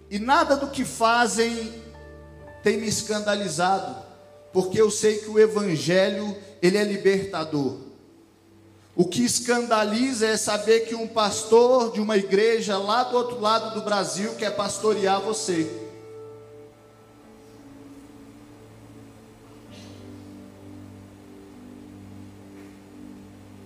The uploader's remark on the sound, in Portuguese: Gravado em: 07 de janeiro de 2020 no TADEL na Igreja Batista da Paz BH